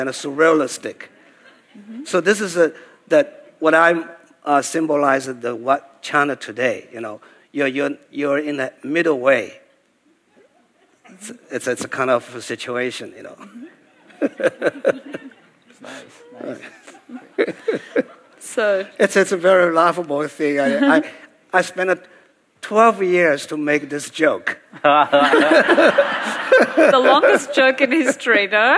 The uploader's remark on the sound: share a panel at the Getty Center